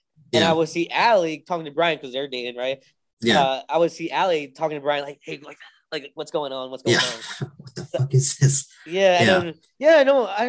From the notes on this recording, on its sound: This episode might of felt rushed because at time of recording I was using the free version of Zoom which allows only a 40-45 meeting time limit so we had to end it quickly when we realized we were running out of time.